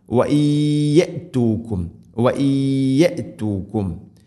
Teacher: വൽ ഉദ്വാൻ വഇൻ യഅതൂകും സാകിന നൂന് ശേഷം യാ ഇദ്ഗാം ബിഗുന്ന വഇൻ യഅതൂകും വഇൻ യഅതൂകും, നൂനിനെ യാ ഇലേക്ക് ഇദ്ഗാം ചെയ്ത് മണിച്ചുകൊണ്ട് ഉച്ചരിക്കണം